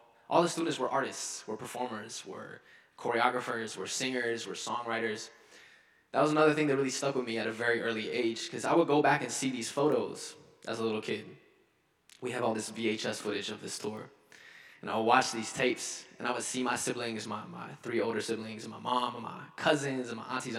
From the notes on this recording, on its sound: delivered convocation at Carleton's Skinner Chapel on Friday, October 6